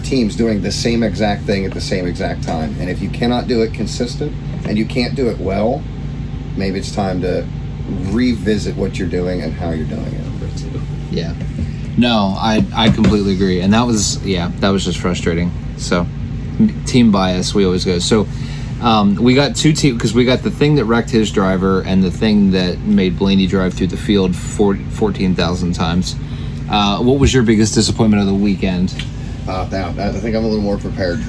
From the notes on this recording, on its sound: Live From The Camper. Special edition of the Racing Addicts recorded from the camper at Darlington Raceway after the recent race weekend.